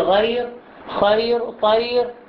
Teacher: مثل غير المغضوب، مثل خير، مثل طير، مهما كان قبل الياء الساكنة من فتح أكيد هو يكون فتح ما في غيره العكس، حتى لو كان فتح وبكل حالاته تكون الراء مرققة